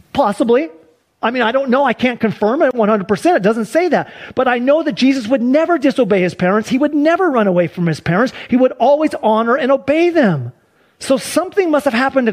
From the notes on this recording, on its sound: Sunday church service livestream.